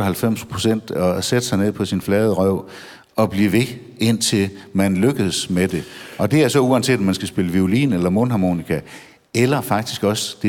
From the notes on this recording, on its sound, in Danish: Live fra Maskinhallen i Frederikshavn